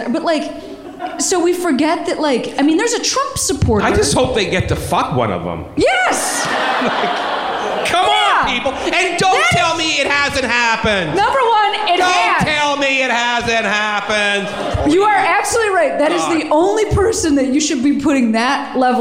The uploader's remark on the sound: live at SF Sketchfest